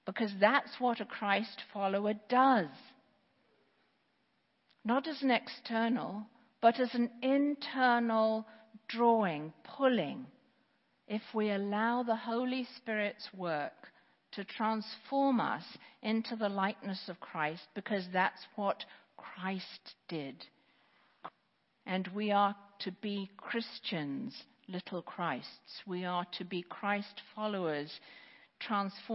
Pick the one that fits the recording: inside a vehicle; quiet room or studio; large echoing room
large echoing room